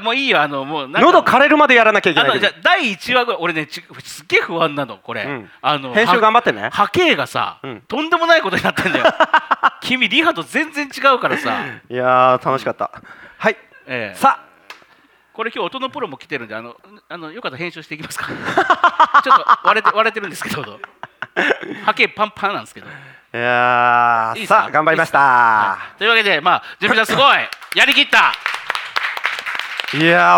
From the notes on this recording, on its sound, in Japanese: 公開収録の模様をお届けします。LIVE収録音源をそのままを使用しておりますので。